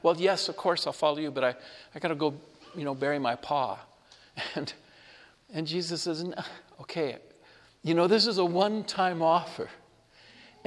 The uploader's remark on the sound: Homily delivered at Our Lady of Fatima Church, Spokane